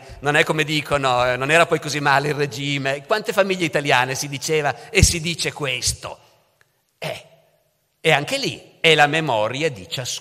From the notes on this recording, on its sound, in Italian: La registrazione è avvenuta in occasione della presentazione del libro alla Biblioteca civica Don Lorenzo Milani, nell'ambito del progetto Leggermente, il 23 marzo 2022.